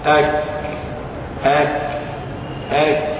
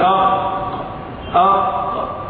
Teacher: أما الكاف فلا يحدث هذا الاحتكاك القوي لأن الكاف مهموس · Shown in: first take